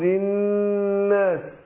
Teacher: يبقى النون هنا شوف مكررة كم مرة، النون مشددة بنديها قلنا حركتين